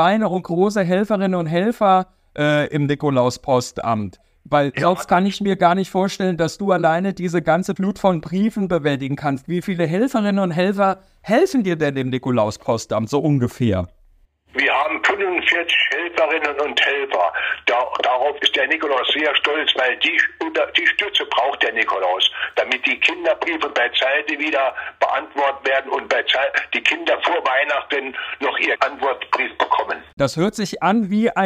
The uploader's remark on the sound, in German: Live am PostCast-Telefon. Holt den Mann aus dem saarländischen Nikolauspostamt in St.Nikolaus sogar live ans Telefon.